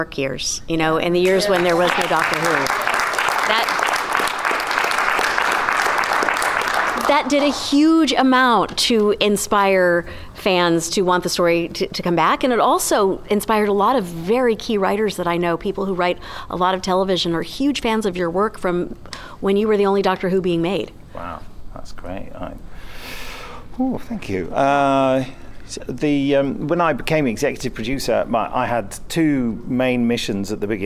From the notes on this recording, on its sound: Chicago TARDIS 2015 Part 2. The Big Finish Podcast continues, live from Chicago TARDIS 2015!